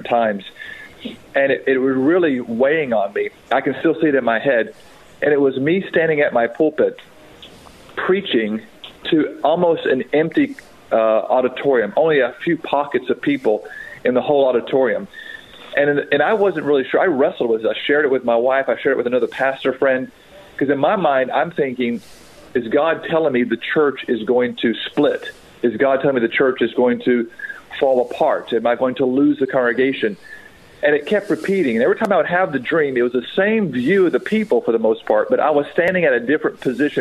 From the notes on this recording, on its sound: on the phone